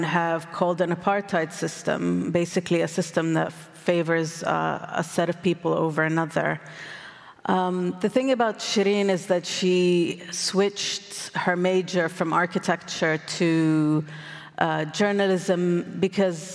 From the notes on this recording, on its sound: recorded at the 2023 Oslo Freedom Forum